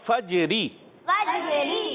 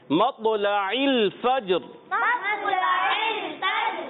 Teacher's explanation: حرف قلقلہ قلقلہ ادا کریں گے اور پھر اس کے بعد جیم کو ساکن رکھتے ہوئے را کو بھی ساکن کریں گے اور را کی ادائیگی کلیئر ہوگی · Shown in: second take · یعنی ایسا نہ ہو جائے کہ جیم پر زبر آ جائے